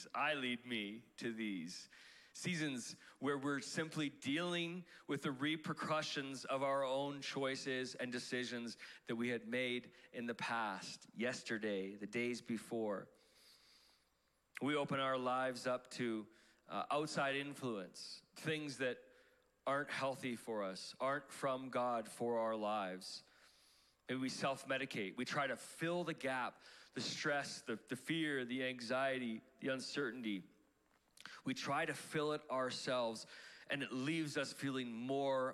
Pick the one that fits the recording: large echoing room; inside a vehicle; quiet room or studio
large echoing room